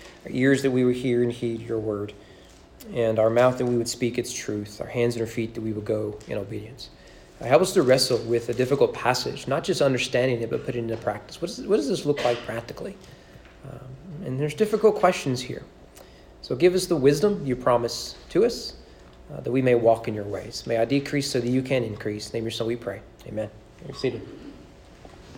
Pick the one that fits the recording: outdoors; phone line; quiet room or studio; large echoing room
large echoing room